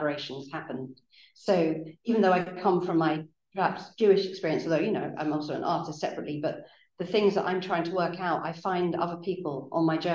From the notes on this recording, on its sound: Lecture recorded at Senate House, Malet St, London WC1E 7HU